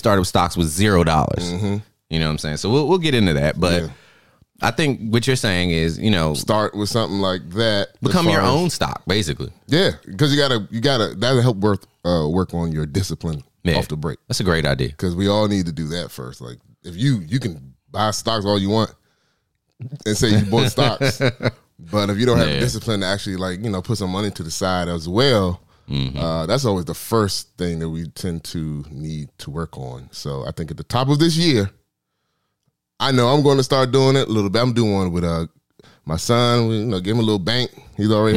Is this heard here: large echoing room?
no